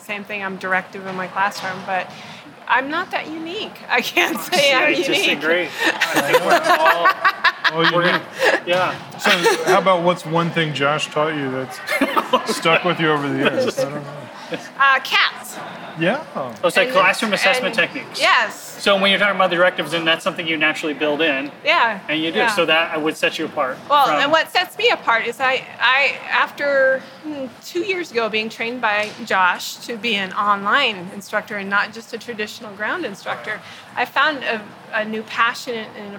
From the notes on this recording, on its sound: This very special episode was captured “live” on the purple carpet. Faculty attendees, presenters, and academic leadership were on hand.